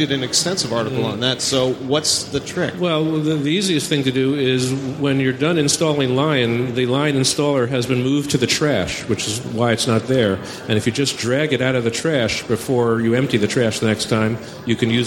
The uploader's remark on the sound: Mac 911 live at Macworld Expo 2012. Including ones submitted live by our audience!